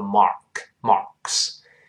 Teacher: 这个 A R 在美音中加卷舌都是 Mark，Marks。然后 On my arms 就是在我胳膊上，我们说了在美音中都是 On，先发 A，把嘴略微往下收一收，嘴唇留一道缝儿，舌根不能拱起来，都是 On，On，不要多 On，注意舌根不能往上拱，On，On。On my arms 就是在我胳膊上。跟老师慢慢读一下这句话。Look at these marks on my arms.